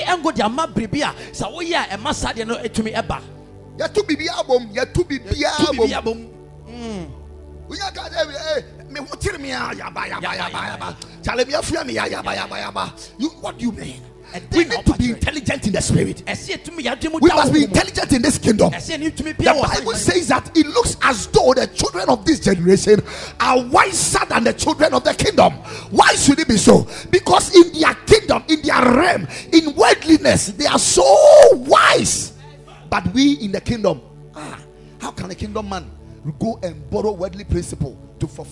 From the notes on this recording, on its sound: Preached at Ekklesia Chapel